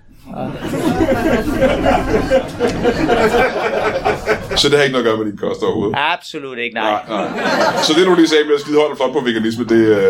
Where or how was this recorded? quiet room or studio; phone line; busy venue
busy venue